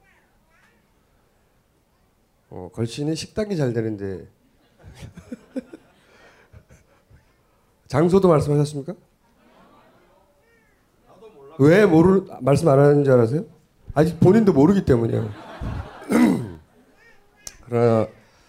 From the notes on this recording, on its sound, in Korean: 공개방송